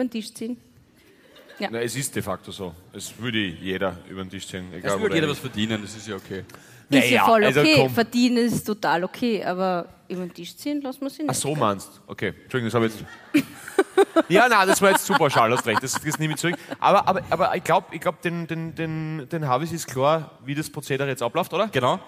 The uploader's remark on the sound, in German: Hawi D'Ehre LIVE aus Salzburg